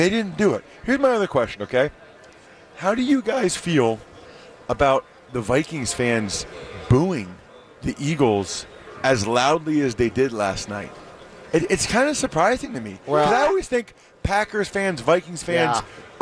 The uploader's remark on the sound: live from Radio Row all week